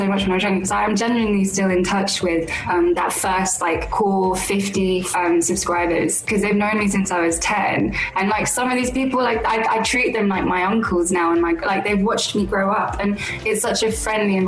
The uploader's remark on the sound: Over Zoom.